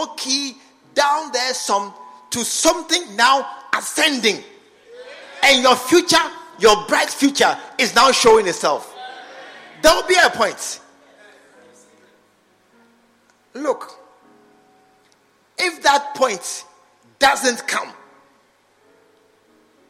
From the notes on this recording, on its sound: An inspiring message preached at the SAT service, True Vine Cathedral, Bantama